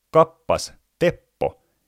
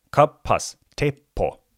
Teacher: Konsonanteissa ei myöskään henkäillä, niin kuin englannin ja saksan kielissä. · Shown in: first take